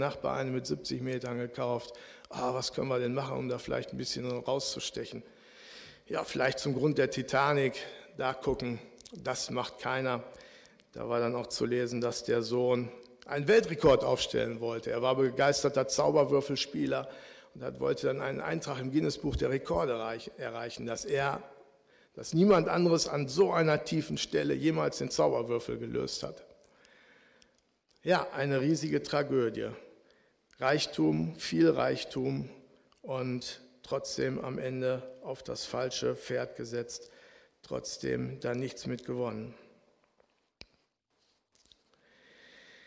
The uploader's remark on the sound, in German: Aufzeichnung der Predigt des Gottesdienstes